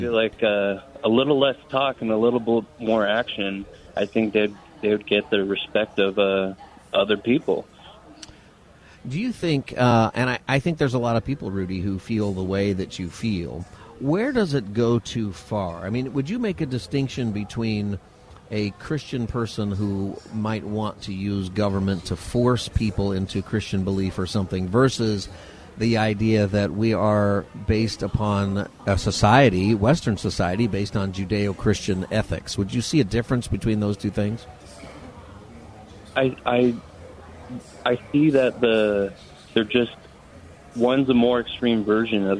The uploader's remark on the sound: Live from the Ronald Reagan Presidential Library